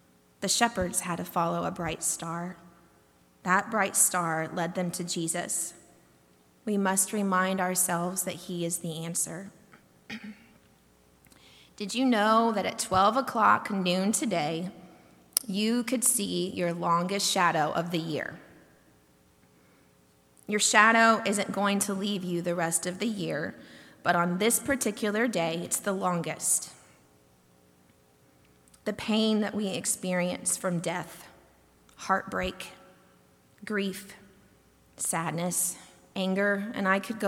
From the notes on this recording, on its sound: delivered during the Longest Night Service on December 21, 2023